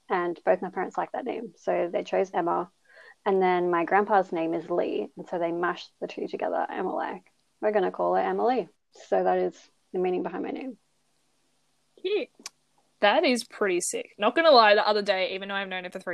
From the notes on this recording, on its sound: the internet was bad while recording